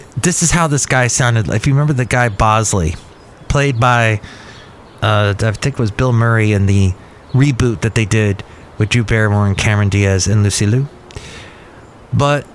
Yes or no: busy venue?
yes